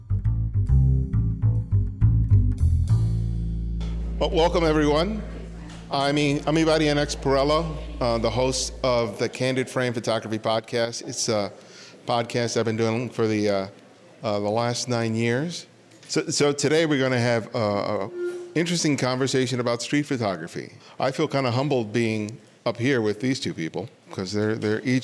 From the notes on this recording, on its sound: Held at the DNJ Gallery the panel held in front of a live audience.